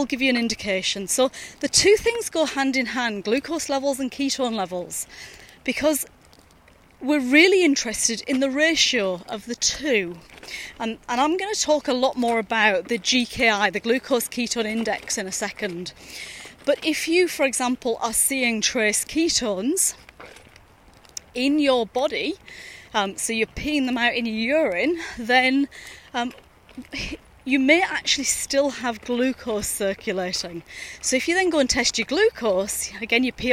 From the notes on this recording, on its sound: recorded during daily walks